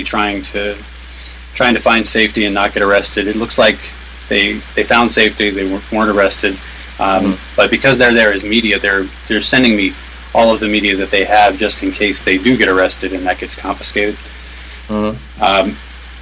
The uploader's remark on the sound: Live from Occupy Wall St. Zuccotti Park.